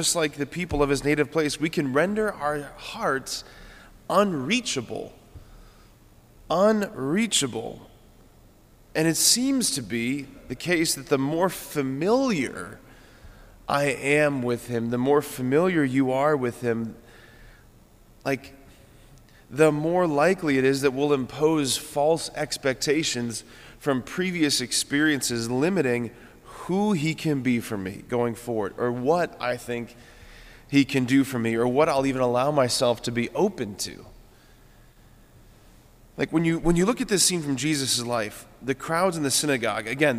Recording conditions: large echoing room